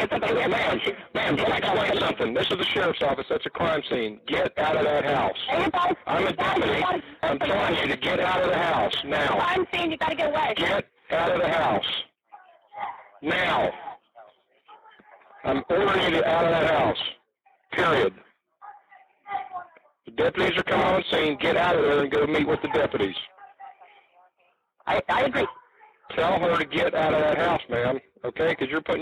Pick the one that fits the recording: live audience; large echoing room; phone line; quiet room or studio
phone line